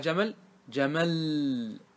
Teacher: تضعف اللام، كرر اللام، لام ثانية، وأدغم اللام في اللام، فتقف على جمل، جمل، واضح؟ · Term: التضعيف